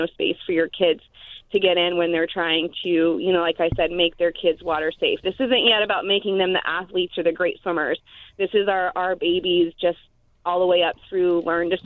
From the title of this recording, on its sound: called into the show on Memorial Day weekend.